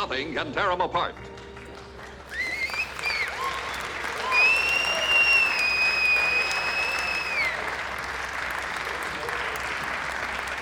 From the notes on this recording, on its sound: With a 35mm-screening of Howard Hawks' RIO BRAVO at Chicago's venerated Music Box Theatre. Took questions from the audience.